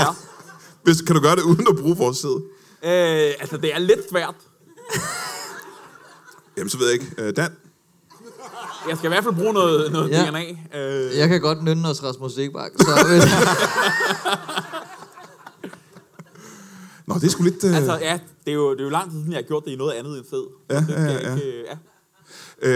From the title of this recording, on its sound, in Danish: LIVE fra Comedy Zoo Aarhus